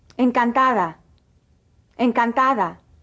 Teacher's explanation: The D, when in between vowels, is pronounced like the TH in the English word the.